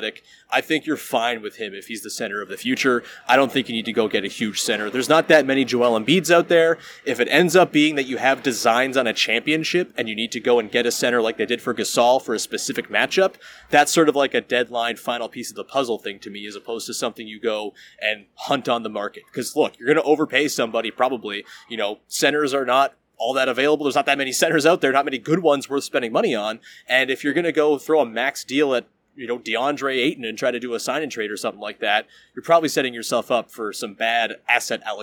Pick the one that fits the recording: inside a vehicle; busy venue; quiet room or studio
busy venue